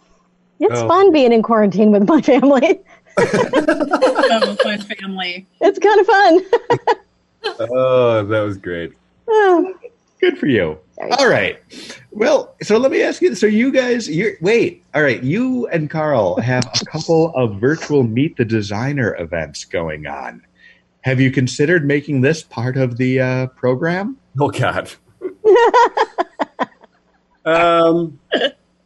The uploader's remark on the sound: Update via Zoom.